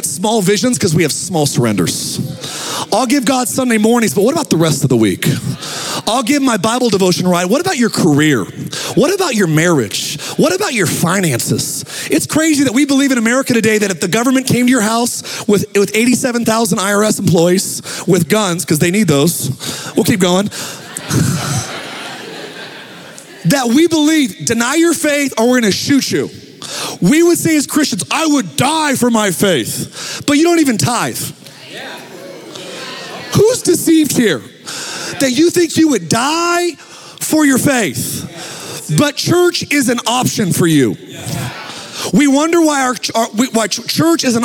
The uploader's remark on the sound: Recorded live at Capital Church in Meridian, Idaho